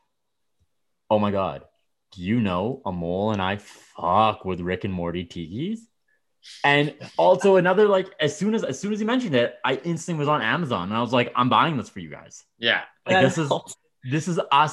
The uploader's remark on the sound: recorded via zoom